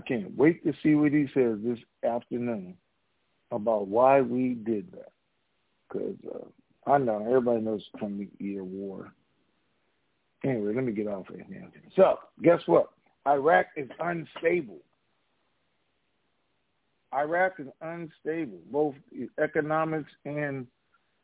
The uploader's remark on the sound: TNTSuperfantastic Conference Call